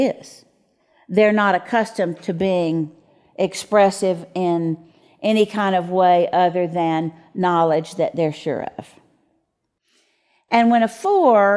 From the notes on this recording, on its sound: Q&A from the audience.